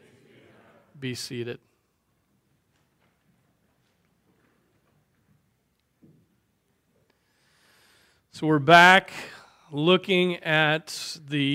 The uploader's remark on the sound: Preached on September 24, 2023 at Trinity Presbyterian Church